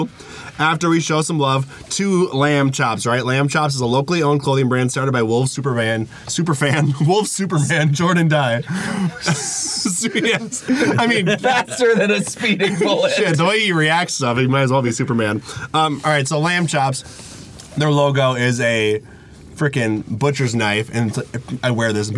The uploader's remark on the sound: Live from the Back of the Top the Tater Van. We recorded this episode in the back of the Top the Tater Van in a parking lot down by the river in Stillwater.